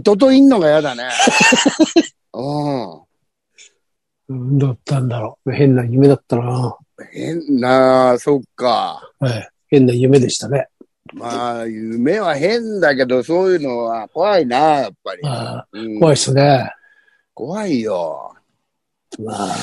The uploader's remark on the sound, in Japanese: ZOOMで収録。